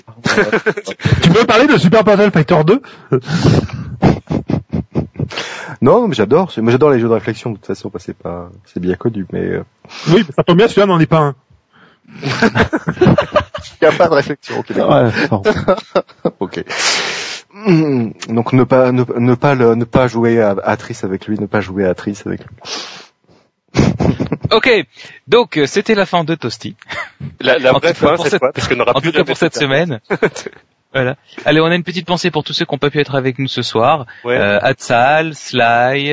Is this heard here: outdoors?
yes